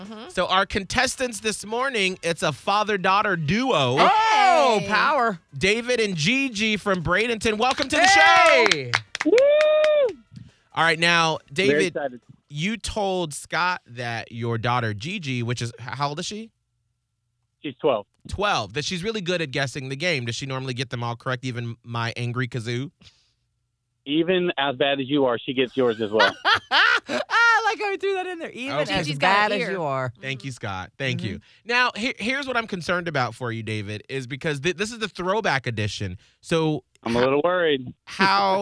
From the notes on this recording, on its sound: We got a father/daughter duo on the phone